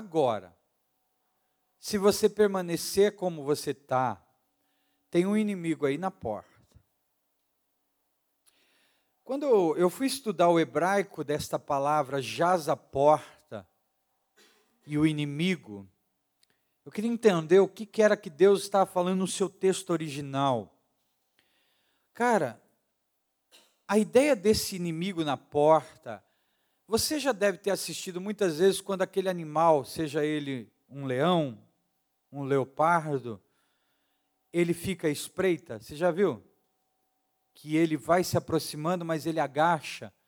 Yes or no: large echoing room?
yes